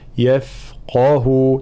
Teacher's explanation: الانتباه إلى حرف الفاء في صفة الرخاوة خاصة مع الترقيق، طبعا هنا يفقه تفخيم القاف وترقيق بقية الحروف، يفقه وإعطاء الرخاوة في حرف الفاء.